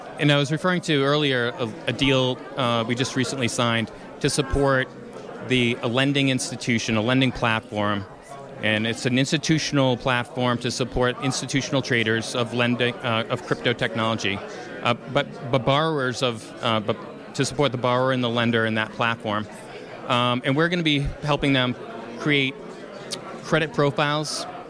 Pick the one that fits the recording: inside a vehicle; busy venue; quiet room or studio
busy venue